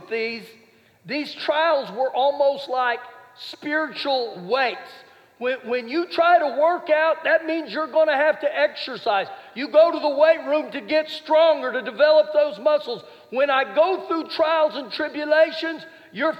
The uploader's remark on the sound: Recorded live during our Wednesday night service